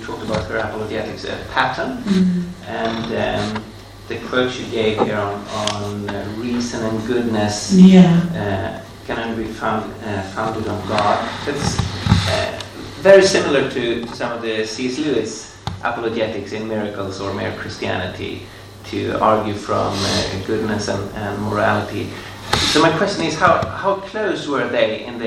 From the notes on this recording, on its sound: delivered at the 2nd Veritas Research Symposium, Gimlekollen College, NLA University, October 2019.